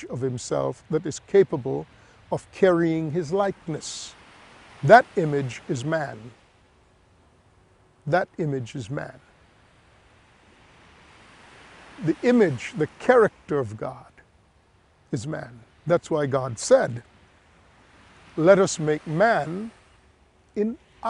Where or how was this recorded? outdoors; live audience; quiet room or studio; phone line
outdoors